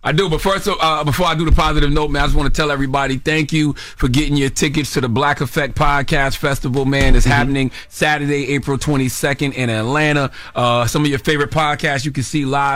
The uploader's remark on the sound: Finally we open the phone lines